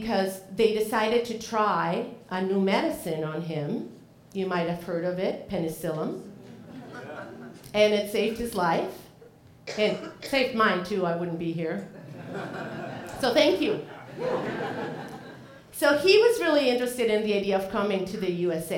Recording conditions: live audience